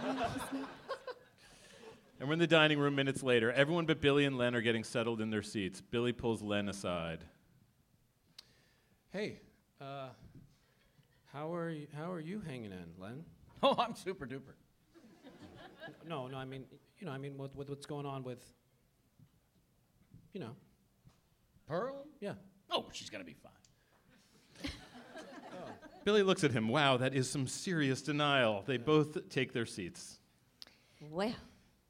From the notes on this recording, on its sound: This month's episode was recorded live at SF Sketchfest 2019.